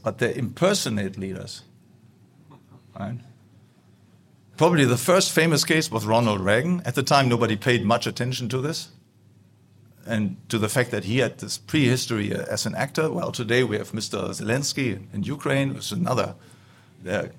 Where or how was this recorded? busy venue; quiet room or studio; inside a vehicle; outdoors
busy venue